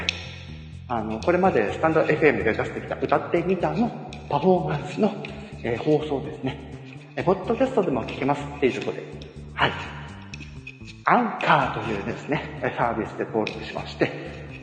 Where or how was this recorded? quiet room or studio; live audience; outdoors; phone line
live audience